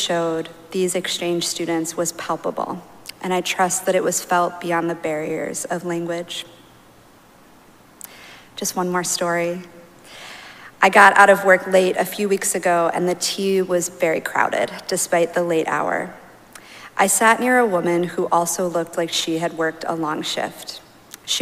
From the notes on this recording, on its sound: Recorded live at Arlington Street Church.